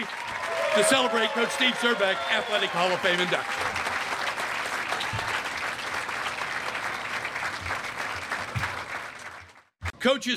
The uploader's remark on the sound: An audio recording of Casady School's 2021 Athletic Hall of Fame Induction.